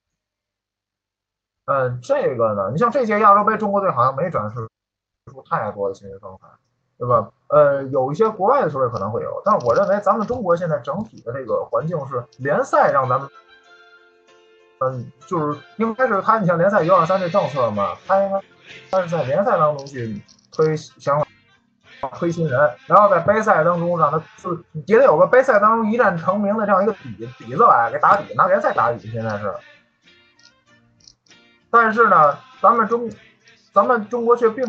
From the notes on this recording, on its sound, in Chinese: 由于是远程通话录制，里面有些杂音和不相关的声音敬请谅解。